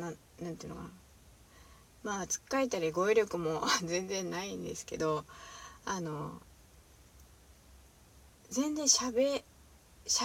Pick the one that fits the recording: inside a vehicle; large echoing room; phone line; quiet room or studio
inside a vehicle